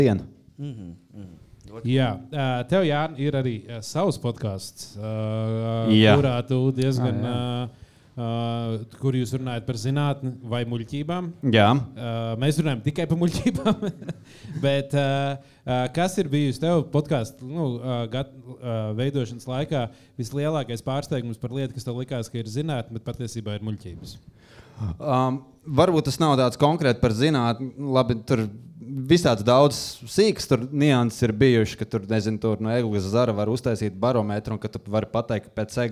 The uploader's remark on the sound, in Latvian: Ieraksts no Live epizodes Cēsīs Fonoklubā